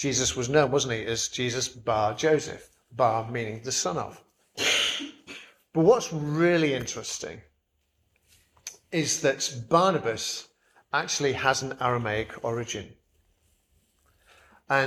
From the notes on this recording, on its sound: Preached at St Barnabas, Swanland on 11th June 2023